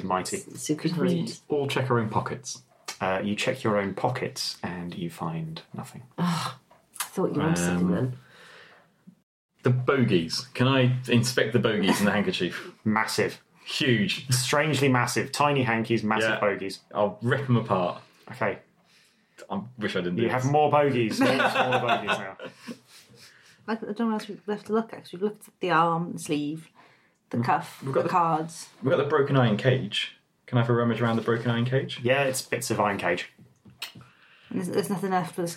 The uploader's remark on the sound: This episode was recorded using a Zoom H2n. Lovely (if slightly echoey, sorry!) dining room.